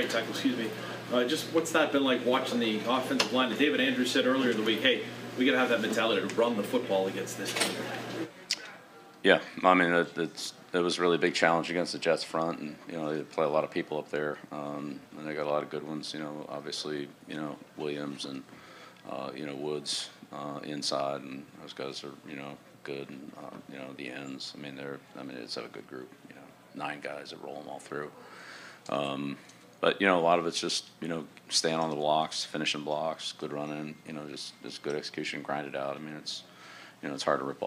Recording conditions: busy venue